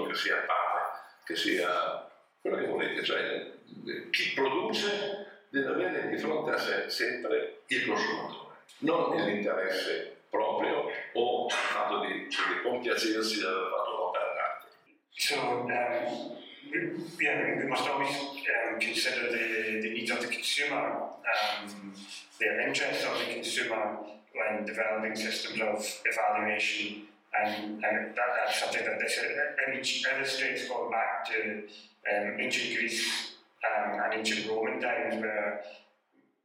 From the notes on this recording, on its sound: Seminar during Vinitaly 2022. WARNING AUDIO IS LESS THAN PERFECT!